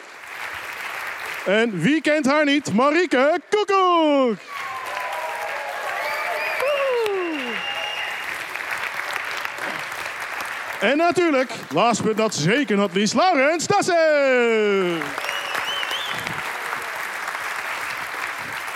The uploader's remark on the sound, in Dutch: Live vanaf het nationale congres. Live vanaf het Volt Nederland congres in de Jaarbeurs Utrecht.